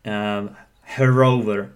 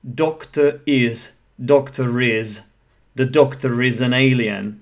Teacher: a doctor ends with a schwa vowel sound. Is, obviously starts with I sound. Doctor is, Dr. · Term: linking R